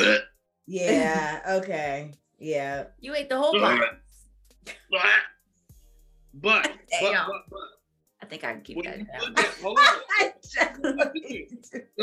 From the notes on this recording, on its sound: this time we fired up the zoom app